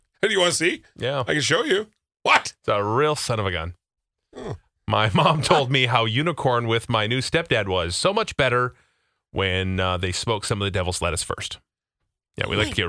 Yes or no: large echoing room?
no